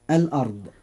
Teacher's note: كلمة الأرض، الراء فيها مفخمة لأنها ساكنة وما قبلها مفتوح